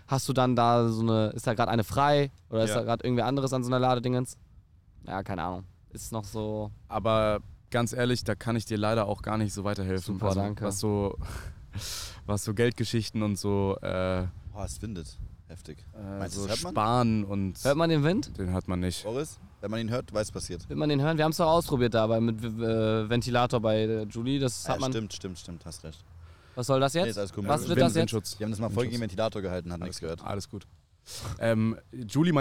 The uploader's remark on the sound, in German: Wir sind auf dem Deichbrand Festival auf dem Campingplatz.